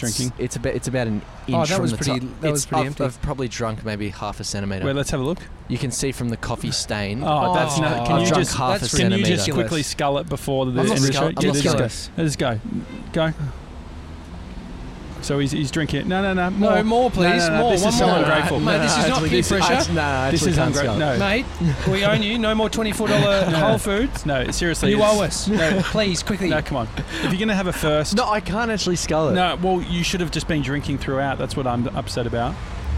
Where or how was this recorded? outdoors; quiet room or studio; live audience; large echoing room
outdoors